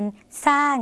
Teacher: ในภาษาลาวเราไม่มีเสียงชอช้างค่ะเราก็จะเปลี่ยนเป็นซ่อสร้าง